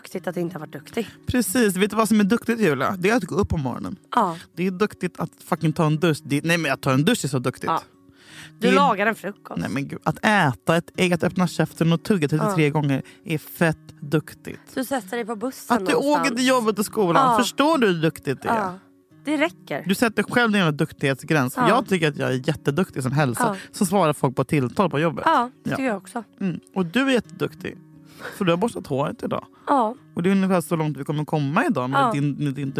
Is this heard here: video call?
no